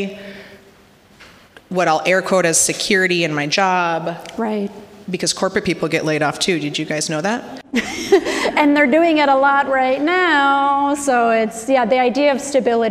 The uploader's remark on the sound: LIVE from the Neu Neu in Minneapolis. During this live show.